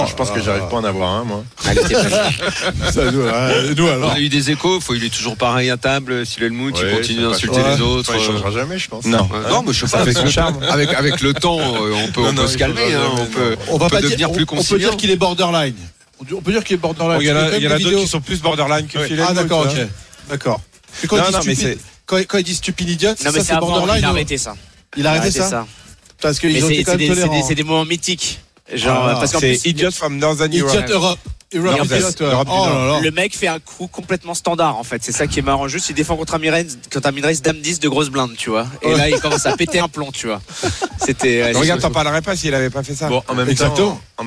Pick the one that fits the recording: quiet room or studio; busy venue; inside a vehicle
busy venue